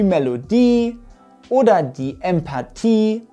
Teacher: Auch hier ist jeweils die letzte Silbe betont.